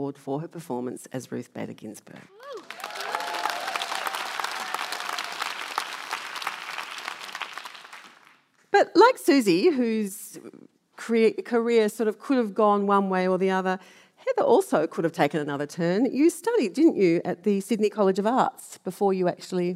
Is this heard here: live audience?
yes